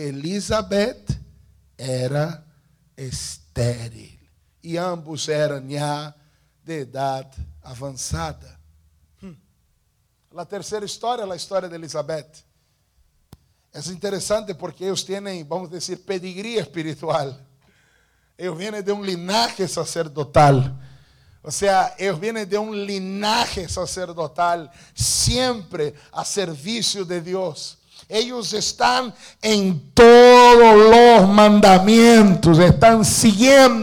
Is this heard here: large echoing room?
yes